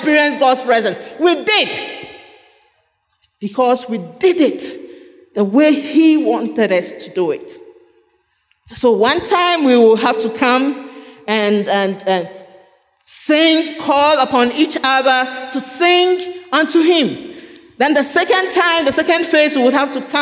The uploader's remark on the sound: Sermon preached at CBC Shiashie Campus